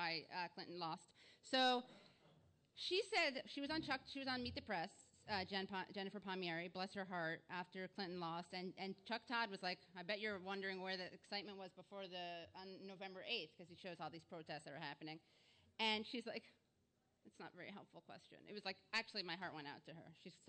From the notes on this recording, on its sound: This episode is a live taping